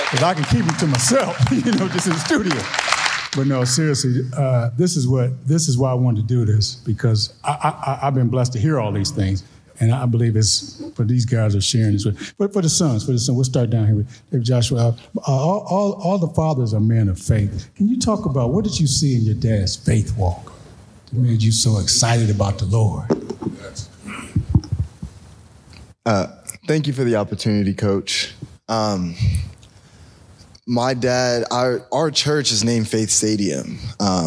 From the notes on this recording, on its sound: At the Be a Baller Podcast Live Event. The live audience.